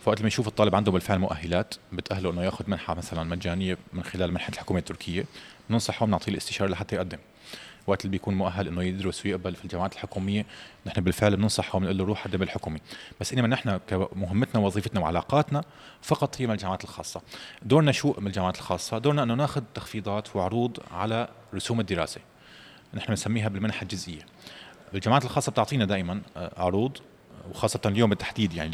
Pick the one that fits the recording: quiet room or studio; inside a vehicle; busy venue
busy venue